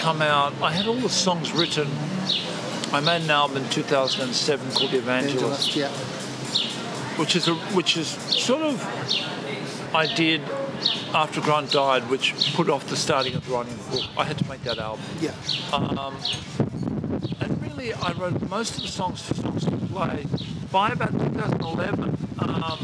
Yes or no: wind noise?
yes